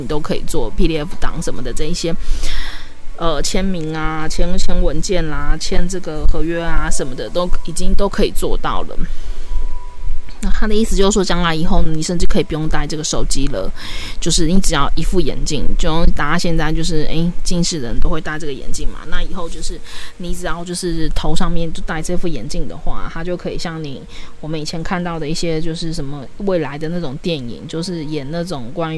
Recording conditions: background noise